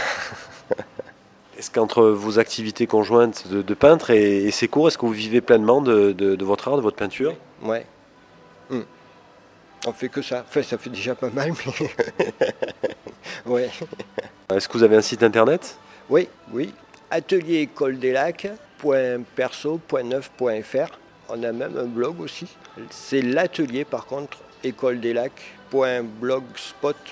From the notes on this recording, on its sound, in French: Interview audio de l'artiste peintre Aquarelliste. Lors de son exposition de peinture dans la galerie d'art de l'espace Culturel Leclerc à Gap.